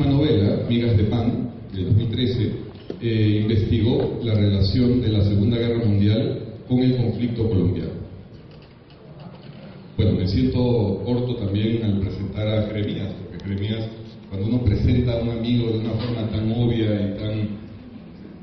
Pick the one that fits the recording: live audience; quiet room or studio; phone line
live audience